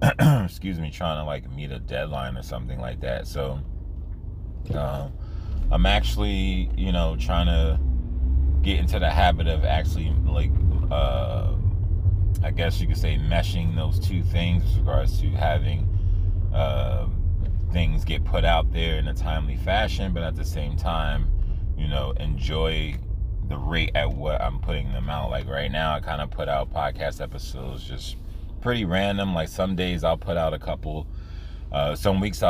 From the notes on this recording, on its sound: I recorded this in my car so please disregard any annoying background noise.